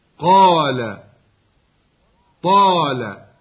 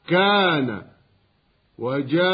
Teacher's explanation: فإن وقع بعد مفخم فخم، مثل قال طال، وإن وقع بعد مرقق رقق · Term: الألف